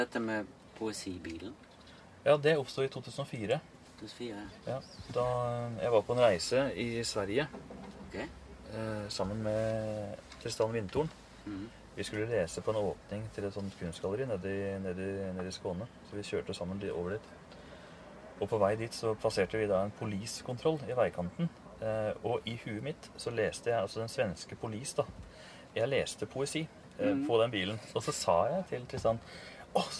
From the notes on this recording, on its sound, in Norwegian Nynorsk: Ein heilt vanleg dag i ei gamal campingvogn på torget i ein norsk småby. Opptaket blei gjort i ei campingvogn frå 1978, midt på Stortorget i Lillehammer ein solfylt føremiddag under Norsk Litteraturfestival 2023.